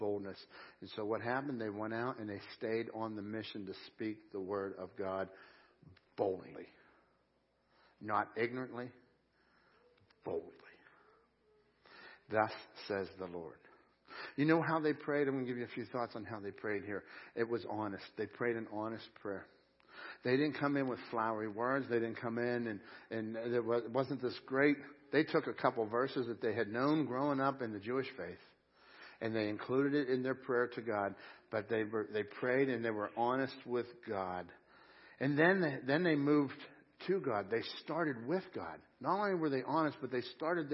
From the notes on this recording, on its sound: Crossroad Ministries Live Service